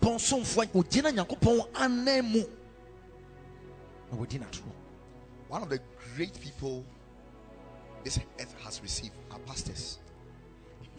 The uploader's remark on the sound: Preached at Ekklesia Chapel